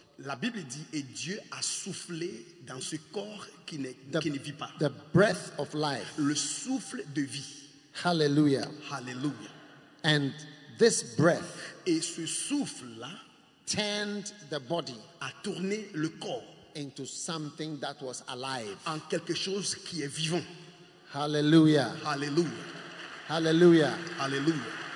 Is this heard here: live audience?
yes